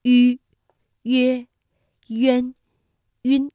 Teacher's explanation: 发音的时候，双唇搓拢成圆形 · Term: 撮口呼